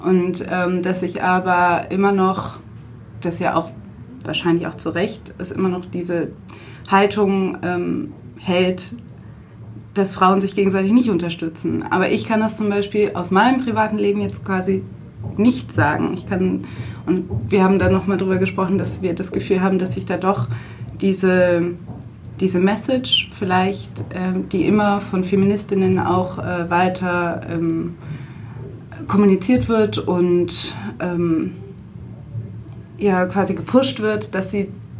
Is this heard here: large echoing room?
no